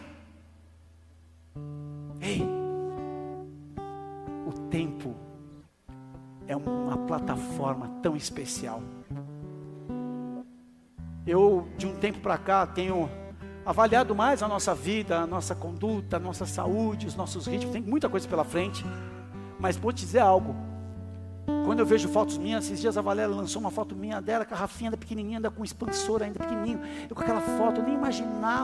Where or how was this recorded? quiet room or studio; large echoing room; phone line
large echoing room